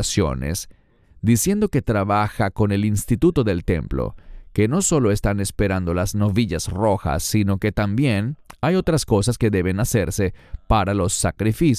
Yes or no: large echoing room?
no